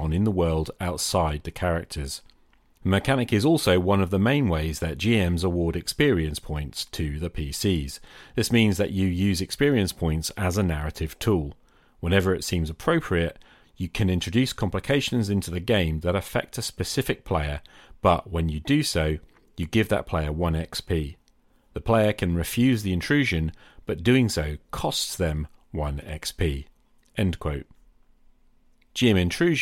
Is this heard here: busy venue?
no